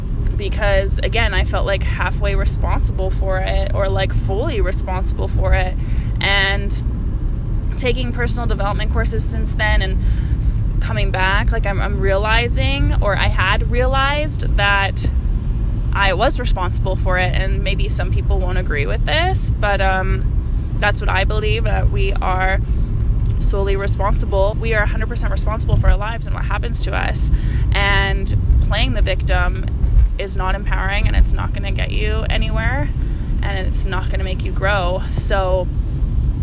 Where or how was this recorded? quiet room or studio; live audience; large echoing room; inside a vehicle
inside a vehicle